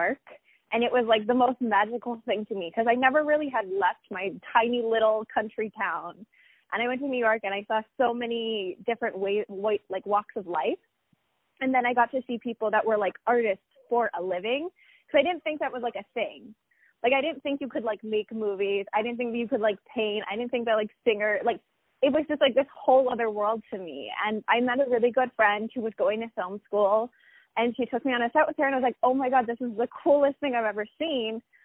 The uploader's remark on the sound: On the phone